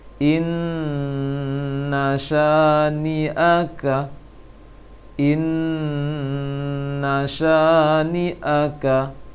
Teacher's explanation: Di surah Al-Kautsar ini ada nun tasydid kedua-duanya. Hanya dua tempat dengung, nun tasydid kedua-duanya, lama menahannya juga sama.